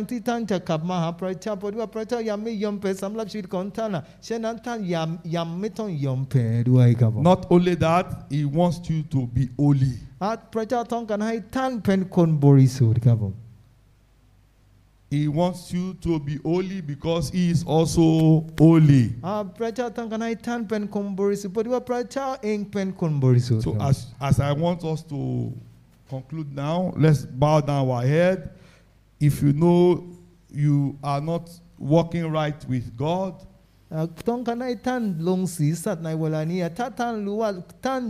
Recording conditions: live audience